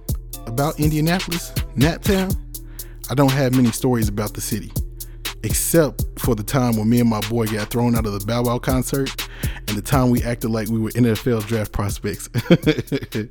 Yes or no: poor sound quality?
no